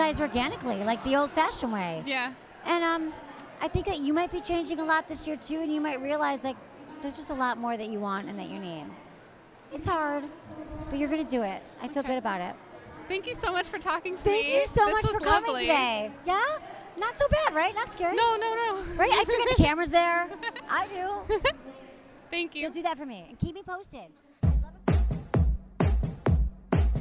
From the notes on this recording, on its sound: Live From Brooklyn. This special show takes us back to last year’s Sexual Health Expo. This live Q&A session from SHE in Brooklyn.